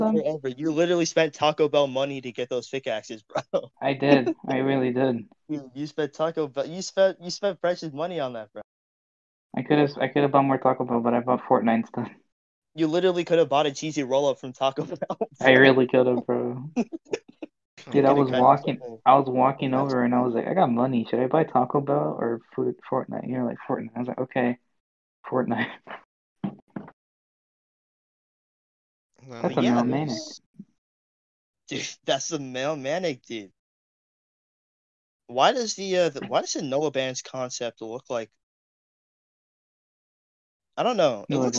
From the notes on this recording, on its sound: Sorry about the audio quality. My editing software just would not cooperate.